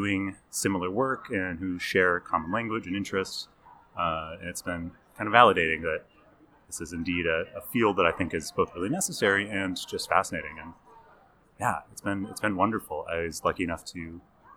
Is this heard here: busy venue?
yes